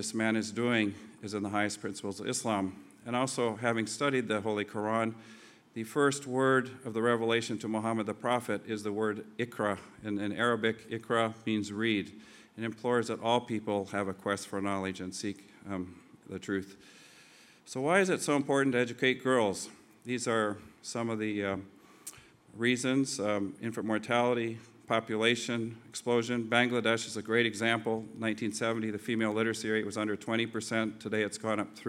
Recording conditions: busy venue